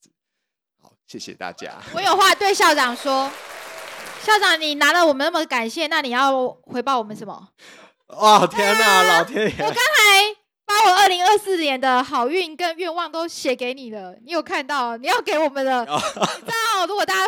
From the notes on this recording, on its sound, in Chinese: Live Podcast【2024交換好事】跨年現場錄音。